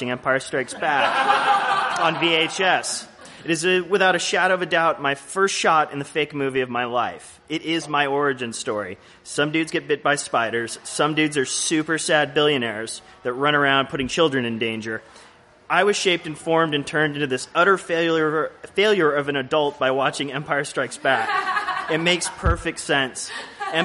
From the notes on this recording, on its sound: Live from the Jangleheart Circus! Upstairs Gallery - the venue we used to call home - hosted an awesome comedy festival in the city, and they were kind enough to let us record an episode of our podcast there.